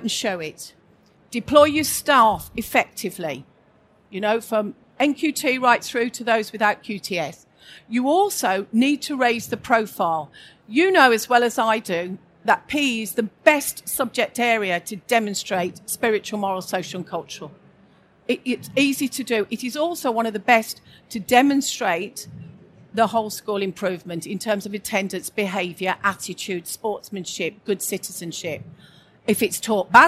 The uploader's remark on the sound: This session was recorded live on 13th November 2019 in the School Improvement Summit of the Schools & Academies Show at the NEC in Birmingham.